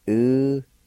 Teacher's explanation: At the very end of the first part of this word, there's a faint H sound between the I and the L